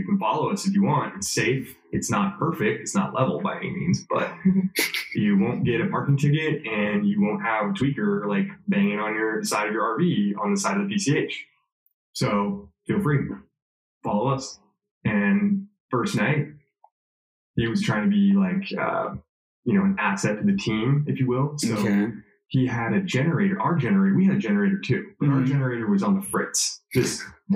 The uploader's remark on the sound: Audio issue so headphone users use caution. My apologies for the audio sounding off, won't happen again.